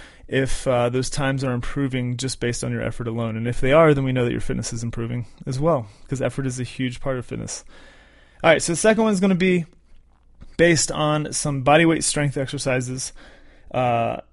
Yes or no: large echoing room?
no